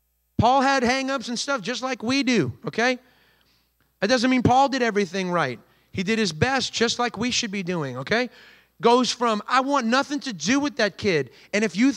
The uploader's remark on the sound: recorded on Sunday, October 1st, 2023, during service at The Anchor Church in Rockport, Maine.